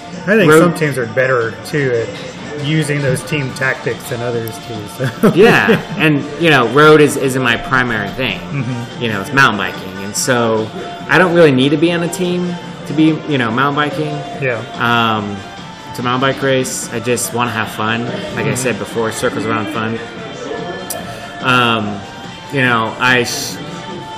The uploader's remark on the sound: This episode was recorded in February at Toros Coffee Shop in Houston. This episode was recorded in February at Toros Coffee Shop in Houston.